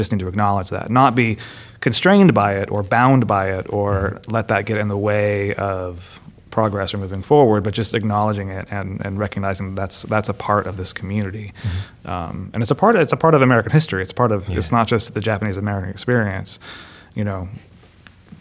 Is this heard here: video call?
no